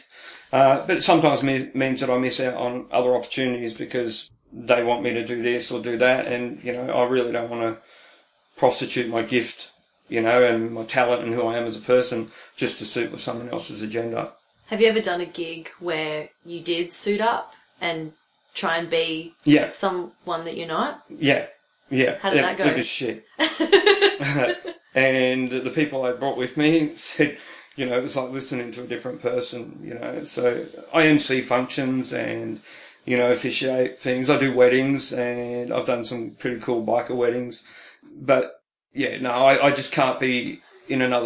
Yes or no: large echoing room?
no